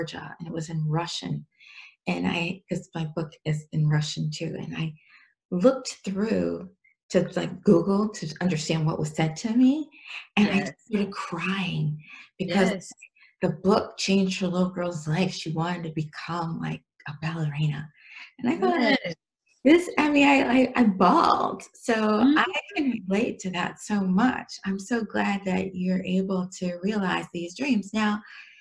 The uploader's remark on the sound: We conducted our interview via ZOOM.